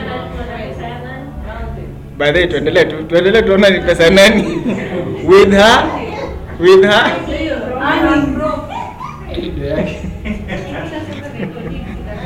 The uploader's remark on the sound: A verse by verse study with a live class held at Sirikwa Pentecostal Fellowship Eldoret on 22 August 2021.